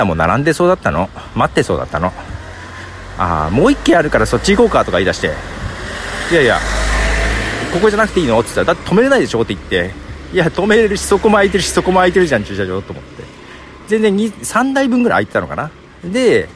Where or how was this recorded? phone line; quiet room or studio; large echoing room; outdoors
outdoors